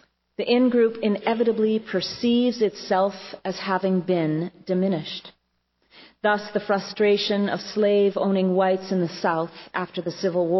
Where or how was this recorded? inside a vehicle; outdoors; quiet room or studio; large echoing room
large echoing room